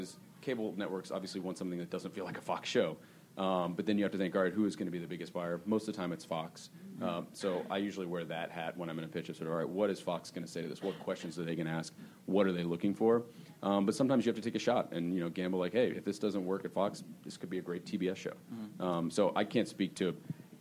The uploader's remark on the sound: “The Buyers” panel from ATX Television Festival. Recorded Friday, June 5, 2015 at ATX.